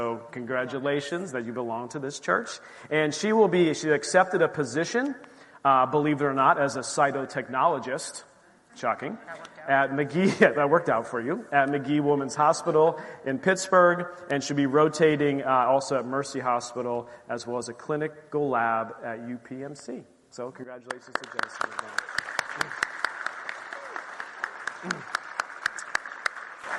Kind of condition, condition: setting, large echoing room